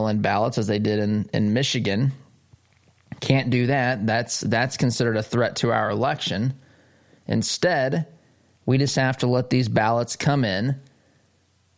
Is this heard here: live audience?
no